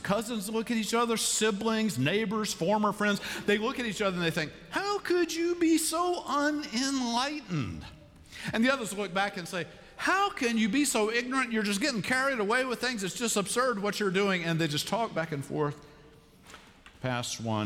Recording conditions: large echoing room